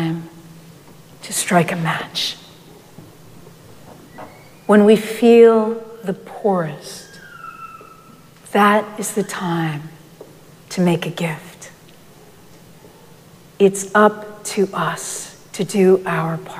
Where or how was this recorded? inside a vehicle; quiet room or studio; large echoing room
large echoing room